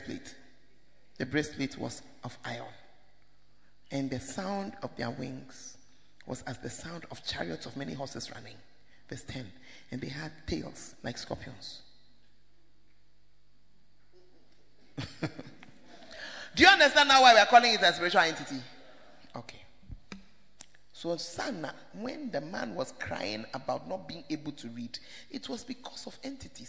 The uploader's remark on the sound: Preached At First Love, UCC